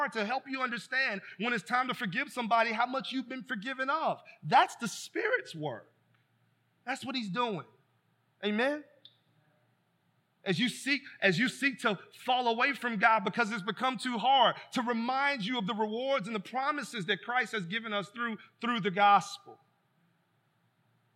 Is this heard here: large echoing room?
yes